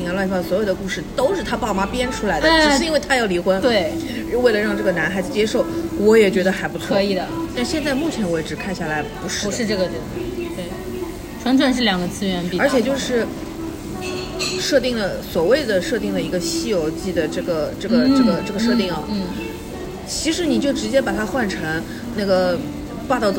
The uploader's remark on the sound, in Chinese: 每次录制基本都是在餐厅吃饭，没有条件升级录音设备，介意勿拍（划掉）勿听。